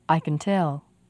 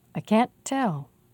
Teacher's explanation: Be sure to make the can very short, can. Be sure to make the vowel in can't very clear.